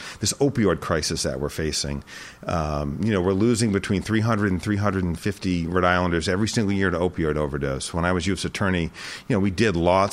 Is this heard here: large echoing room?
no